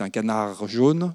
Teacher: Si vous dites un canard jaune, le R va être voisé, ça va être un R.